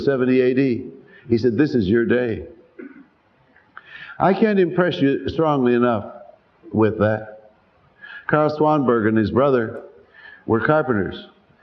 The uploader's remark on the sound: Sermon, preached live. At Calvary Baptist Church, New York City.